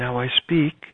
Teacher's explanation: now you can hear that I have a breathy voice, a lot of air.